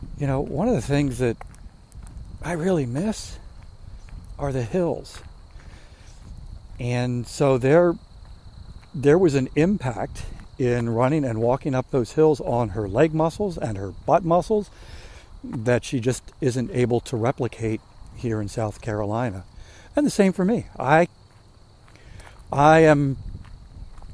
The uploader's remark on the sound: During today's ten-minute walk